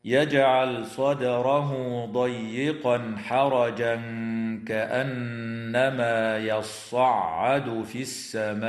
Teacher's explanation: ويظهر التنوين عند الحاء في قوله تعالى ضيقا حرجا